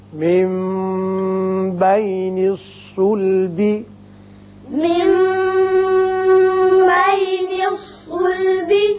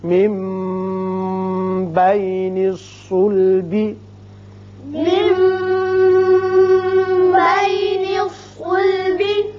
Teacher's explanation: نون ساکن کے بعد جب با آ جائے تو وہاں اقلاب ہوتا ہے، میم کسی آواز نکلتی ہے